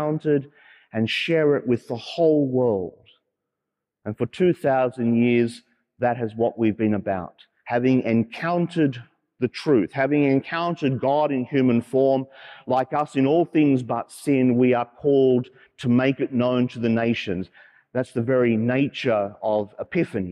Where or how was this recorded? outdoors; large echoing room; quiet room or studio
large echoing room